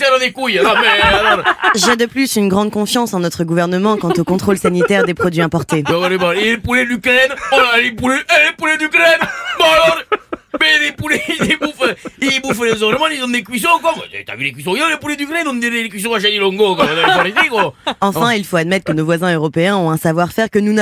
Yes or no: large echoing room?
no